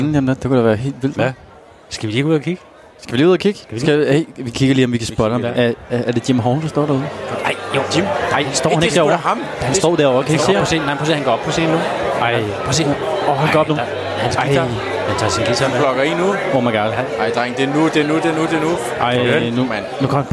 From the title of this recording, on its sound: Live fra den hemmelige jazzklub